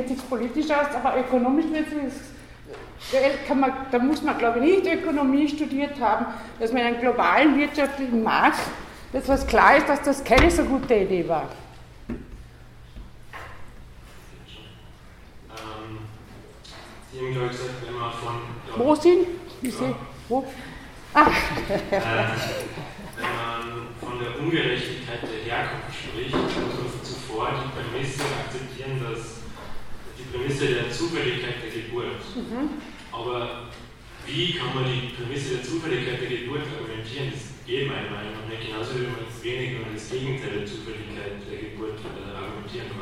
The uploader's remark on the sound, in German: Ringvorlesung im WS 2016 Vortrag